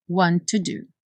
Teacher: want to do só tem um som de T, não é want to.